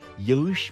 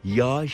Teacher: Oysa biliyoruz ki yağış biçiminde değil de yumuşak G'yi söylemek yerine kendisinden önceki A sesini bir ölçü uzatarak yağış şeklinde söylüyoruz · Shown in: second take